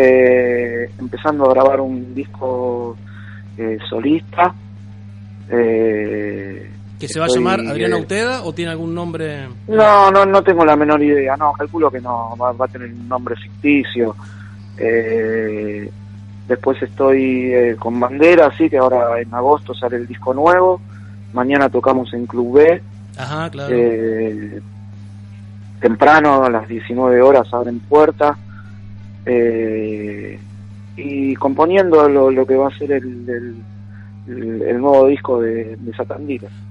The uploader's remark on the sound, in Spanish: Entrevista telefónica